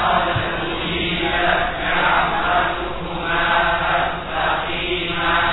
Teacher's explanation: Qala qad ujibad da'watukuma fas taqima pada qala qad ujibat da'watukuma fastaqima qala qad ujibat da'watukuma fastaqima taknya hilang ya betul-betul hilang zatan wa sifatan zatnya hilang, sifatnya hilang, tidak lagi ada hamas, bahkan suara taknya pun sudah tidak ada lagi, langsung masuk ke dal · Term: diidghamkan